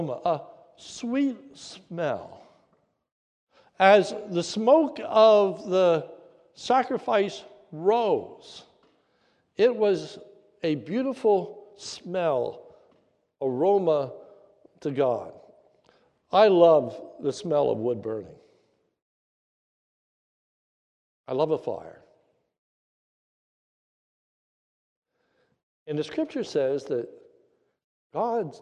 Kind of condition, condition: setting, large echoing room